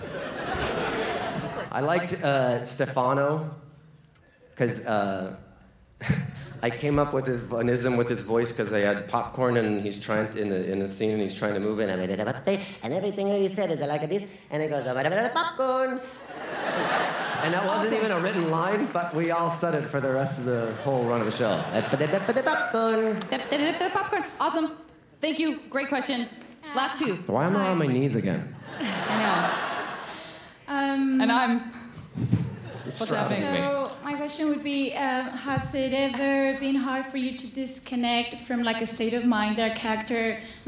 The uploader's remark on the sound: the audio from January's SF Sketchfest